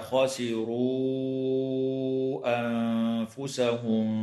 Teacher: النون الساكنة في قوله تعالى: ومن خفت، حكمها الإظهار الحلقي عند الخاء، وتمد الواو في قوله تعالى: خسروا أنفسهم، من قبيل المد المنفصل بمقدار 4 أو 5 حركات. وتخفى النون الساكنة عند الفاء مع الغنة مرققة في كلمة أنفسهم